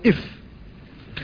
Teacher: وإذا اعترضت الشفة العليا كانت الفاء فصيحة تقول إف، فالهواء تعترضه الشفة العليا فترده قليلا، فهي طرد للهواء وتضغط عليه الشفة فيرتد.